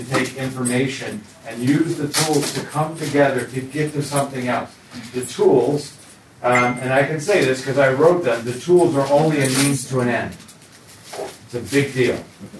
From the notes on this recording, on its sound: recorded at the National Disciple Making Forum